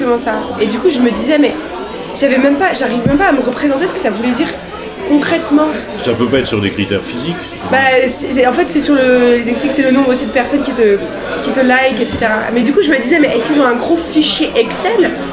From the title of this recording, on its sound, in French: au bar le Progès